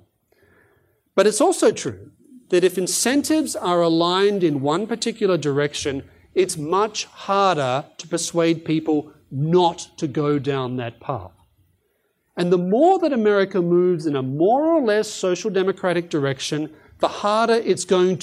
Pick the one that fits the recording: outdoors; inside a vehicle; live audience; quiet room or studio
live audience